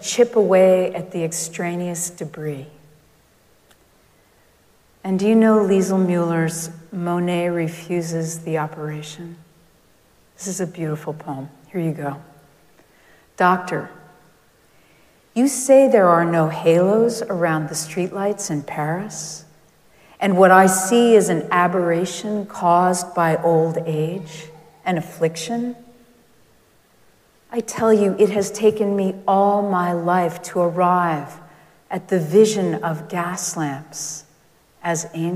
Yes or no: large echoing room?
yes